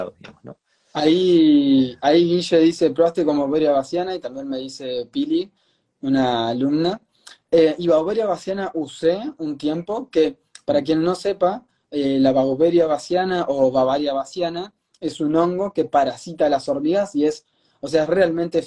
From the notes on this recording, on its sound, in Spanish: Audio de la charla en vivo por Instagram